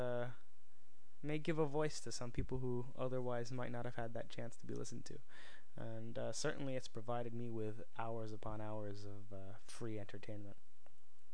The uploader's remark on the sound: there are serious sound level problems with this first episode